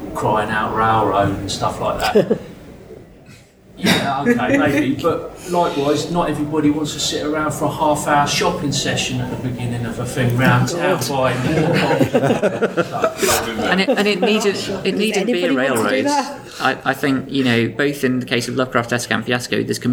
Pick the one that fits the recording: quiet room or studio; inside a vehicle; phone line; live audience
live audience